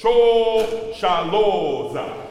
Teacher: So make sure you keep that vowel. Don't go sho. No diphthong, right?